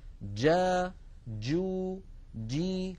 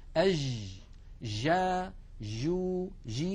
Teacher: لما نقول جا يكون المخرج مقفولا تماما ثم ينفتح · Shown in: first take · جا جو جي. أما ما نسمعه في كثير من العاميات المعاصرة، أج جا جو جي، هذه جيم رخوة، جيم هي ولكنها ليست الجيم الفصيحة المنقولة لنا في التلاوة القرآنية. · Term: جيم شديدة